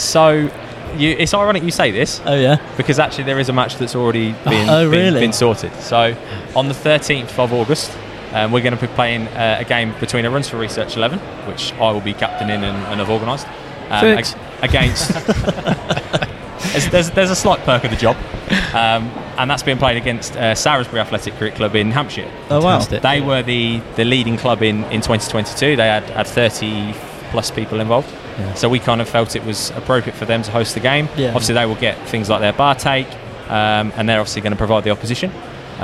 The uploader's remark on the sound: We are LIVE from the Digital Accountancy Show 23 (DAS). We are LIVE from the Digital Accountancy Show 23 (DAS).